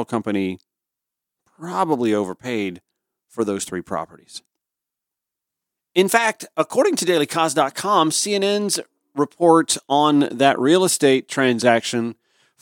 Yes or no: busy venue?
no